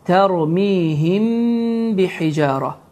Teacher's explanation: Deməli, burada İxfa əşşəfəvi qaydası baş verir ki, B hərfi mim hərfində və ya mim hərfi isə B hərfində gizlənmişdir və 2 hərəkə miqdarında uzadılacaqdır.